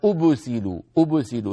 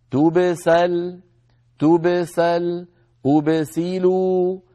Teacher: فلا نقول مثلا أبسلوا أبسلوا، يعني لا نجعل الباء فيها شيء من الضم أو من الفتح · Shown in: second take · أبسلوا، أو من الكسر أبس، مثلا أبسلوا، هذه الآية الأولى تبسلا تبسلا، ما الباء تبقى ساكنة، هكذا تبسل تبسل أبسلوا، ما يتأثر الباء الساكنة لا بما قبلها ولا بما بعدها. · Term: ساكنا مقلقلا